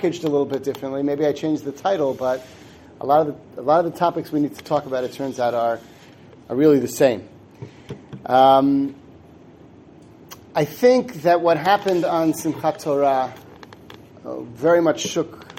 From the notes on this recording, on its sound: Given at the Synagogue of the Suburban Torah Center in Livingston, NJ